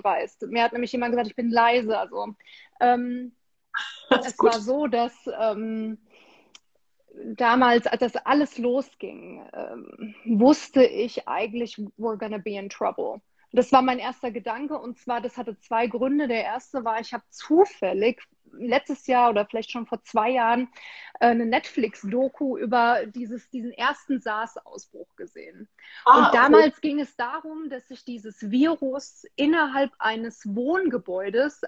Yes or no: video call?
yes